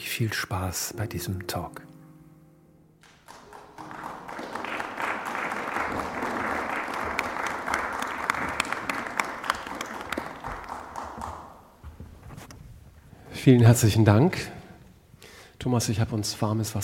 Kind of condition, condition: setting, live audience